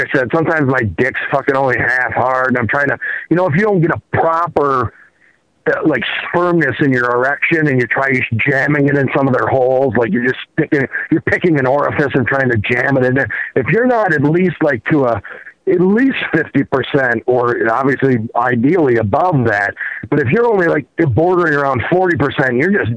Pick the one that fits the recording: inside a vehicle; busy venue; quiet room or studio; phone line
phone line